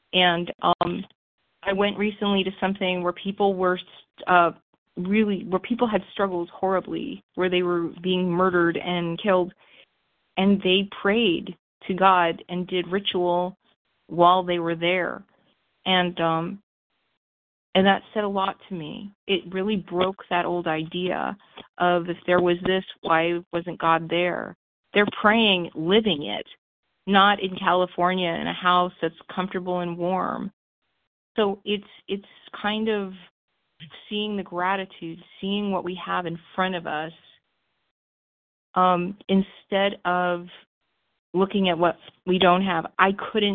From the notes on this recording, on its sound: Phone Meeting, 12/1/23.